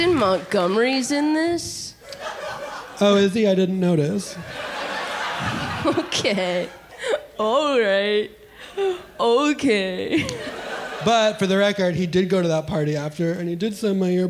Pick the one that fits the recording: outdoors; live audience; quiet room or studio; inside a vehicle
live audience